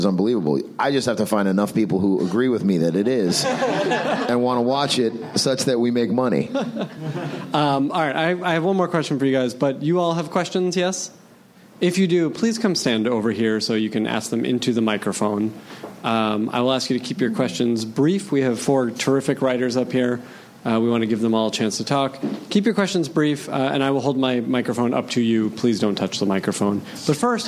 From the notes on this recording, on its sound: At the Nerdist Theater at Meltdown Comics.